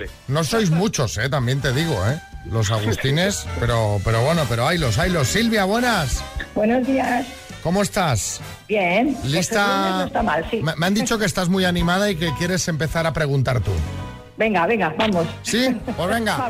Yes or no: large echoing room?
no